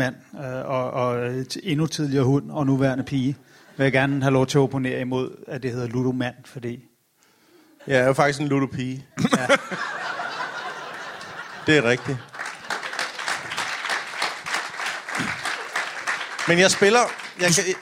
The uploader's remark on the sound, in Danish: LIVE fra Herning